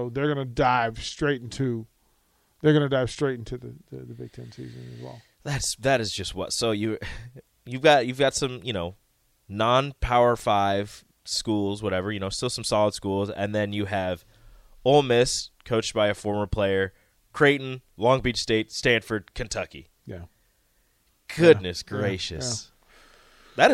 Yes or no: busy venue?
no